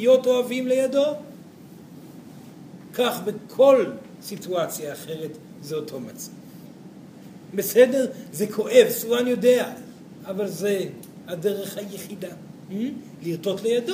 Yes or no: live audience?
yes